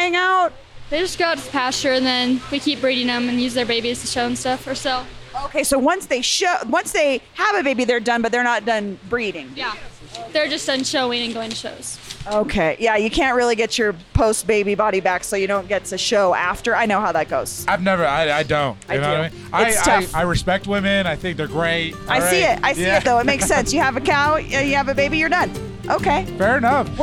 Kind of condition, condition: setting, busy venue